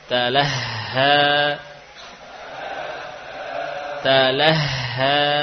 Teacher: huruf ha ini punya sifat khafa, ya, khafa yang lirih suaranya. Jadi perlu jelas saat kita membaca huruf ha dalam keadaan sukun atau tasydid, ya.